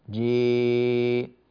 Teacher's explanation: صوت الإمالة هو صوت بين الألف وبين الياء، فإذا كان صوت الألف هكذا مثلا جاء، وصوت الياء هكذا جي، فصوت الإمالة هكذا جي، هذه الإمالة تسمى إمالة كبرى، وتسمى إضجاعا، وتسمى بطحا.